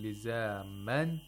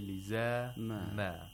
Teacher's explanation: Instead of saying لِزَامًا، you have to say لِزَامَا. Actually, tanween al nasb changes to aliful mad. · Shown in: second take · Term: waqful ibdal